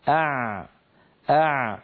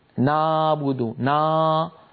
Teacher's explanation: عندما ننطق حرف العين الحرف الأول فإن لسان المزمار يعود إلى الوراء كثيرا وتتضيق الفتحة الباقية التي يمر منها الصوت · Shown in: first take · لذلك العين الفصيحة كما نطقتها لكم أع أع.